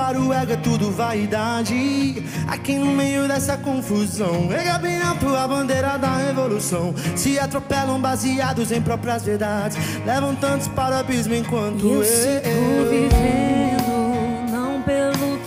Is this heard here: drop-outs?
no